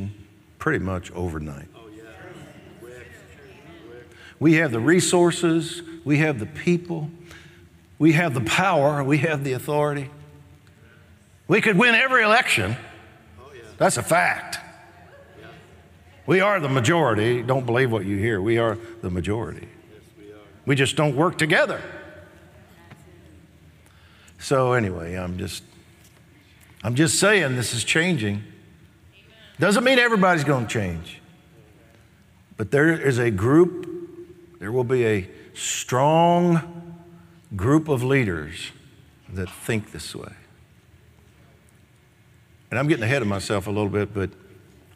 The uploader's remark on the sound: Recorded live on 7/19/20